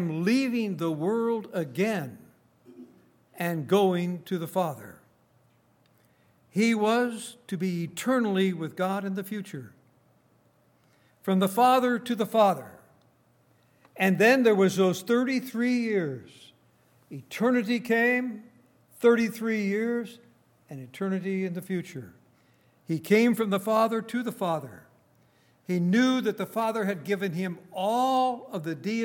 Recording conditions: large echoing room